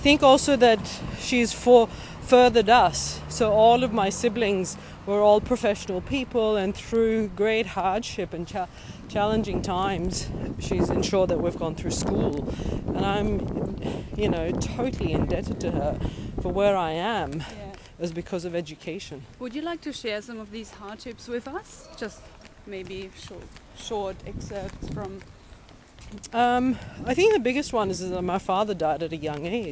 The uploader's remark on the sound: A walking interview through Berlin Schöneberg with an emergency doctor.